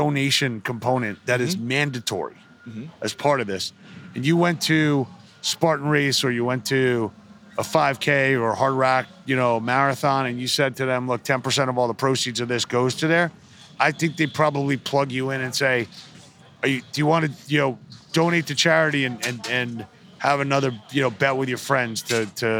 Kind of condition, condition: setting, busy venue